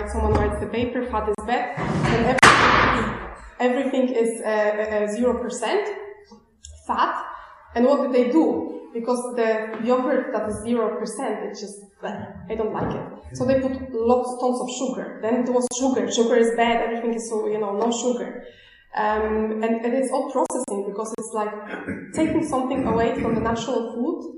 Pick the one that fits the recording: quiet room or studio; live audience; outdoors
live audience